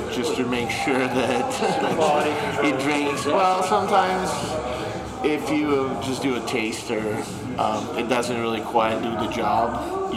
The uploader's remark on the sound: Brewers Panel at Crazy Mountain Brewing